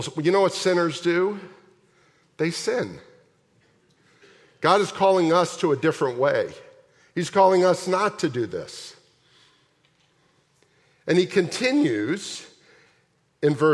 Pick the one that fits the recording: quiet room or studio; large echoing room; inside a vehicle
large echoing room